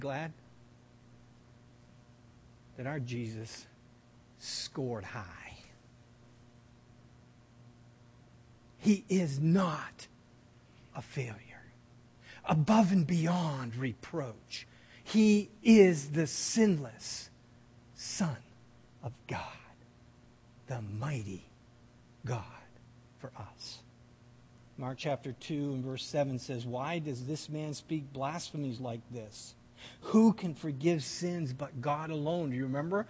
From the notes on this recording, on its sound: This audio sermon. At The People’s Church of Somerville, NB on the evening of December 14, 2015.